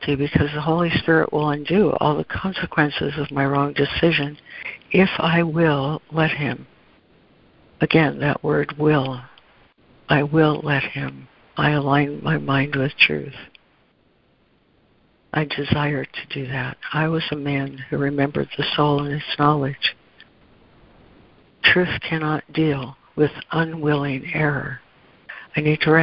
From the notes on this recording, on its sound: ACIM Daily Conference Call.